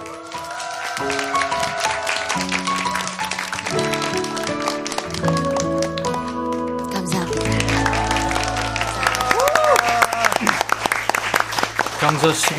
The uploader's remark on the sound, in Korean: 3주년 특집 공개방송